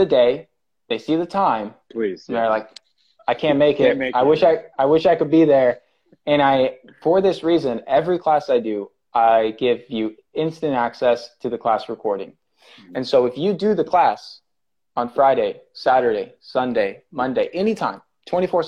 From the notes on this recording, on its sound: This episode comes from an Instagram Live